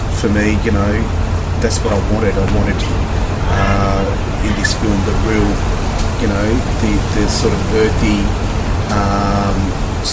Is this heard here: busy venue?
yes